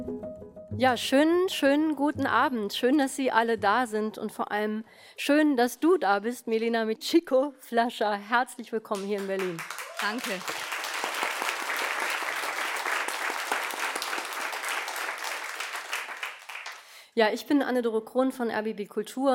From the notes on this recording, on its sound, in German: Ein Mitschnitt der Buchpremiere in der rbb Dachlounge Studio14.